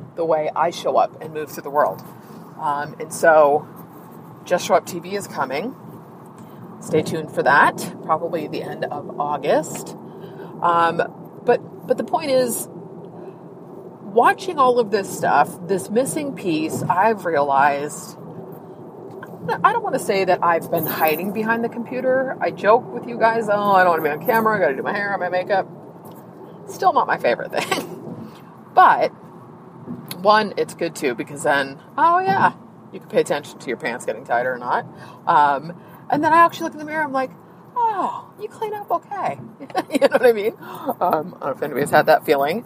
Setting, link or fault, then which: setting, inside a vehicle